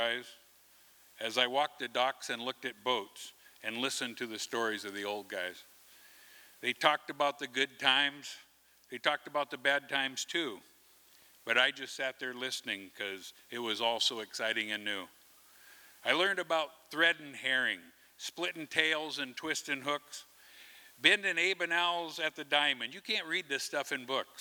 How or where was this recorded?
large echoing room